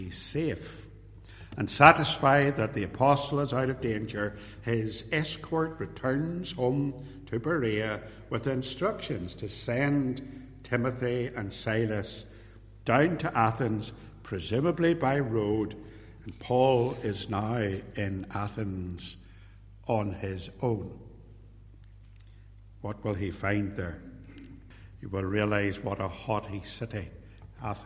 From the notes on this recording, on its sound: This recording is a sermon, preached live at Templepatrick Reformed Church